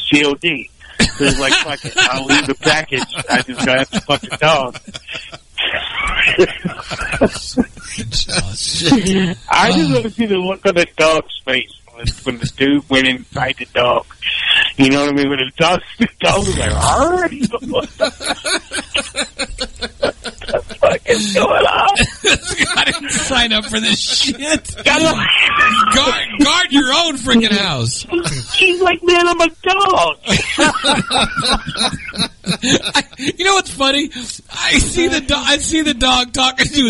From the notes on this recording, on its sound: Join in on the phone for more hilarious chatter.